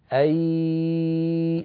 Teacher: أنا الآن أتعمد أن أنطق ياء صرفة من الفم، وهذا لا يصح، هذا إدغام بغنة، فلا بد من الإتيان بالياء والغنة معا